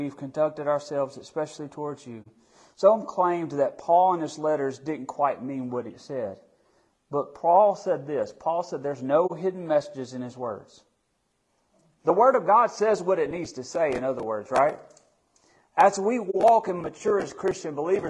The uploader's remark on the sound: Midweek Bible Study that was recorded on March 1, 2023, at Friendship Baptist Church.